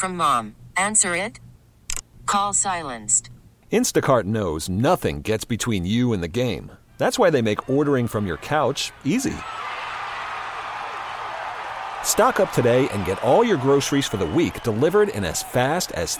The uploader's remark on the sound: live from the Senior Bowl